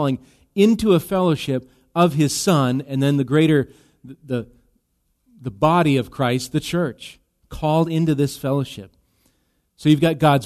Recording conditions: large echoing room